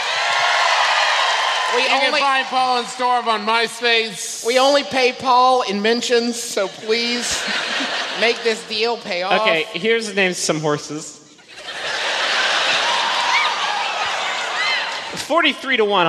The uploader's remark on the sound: our live show in gorgeous Columbus, Ohio from our most recent tour